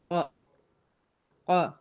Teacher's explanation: القاف تخرج من اقصى اللسان مع ما يحاذيه من الحنك الاعلى. الحنك الاعلى كده واسكت، من المنطقه الرخوه او المنطقه اللحميه او منطقه الطبق، هذا مسمى هي المنطقة الطرية اللي هي في آخر الحنك الأعلى، التجويف العظمي بتاع الحنك الأعلى.